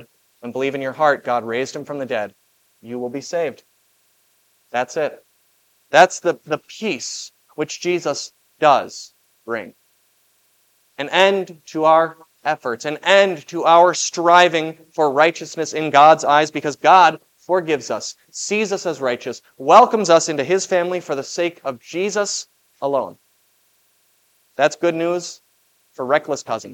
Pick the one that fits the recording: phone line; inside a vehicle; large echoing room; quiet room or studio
large echoing room